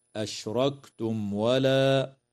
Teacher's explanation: وإظهار شفوي للميم الساكنة في قوله تعالى: أشركتم ولا